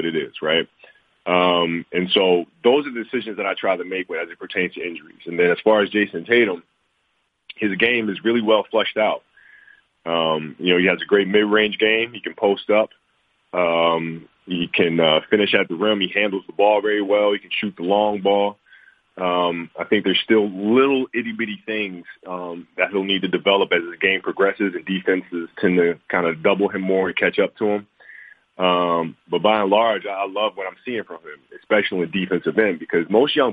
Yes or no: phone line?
yes